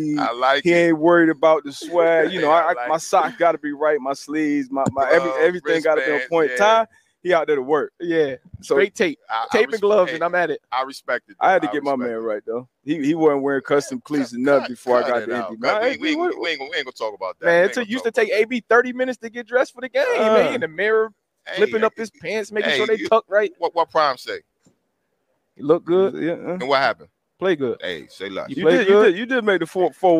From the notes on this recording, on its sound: Live from Media Row at the Super Bowl